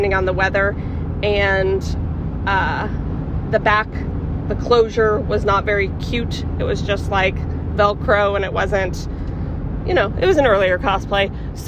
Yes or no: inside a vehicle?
yes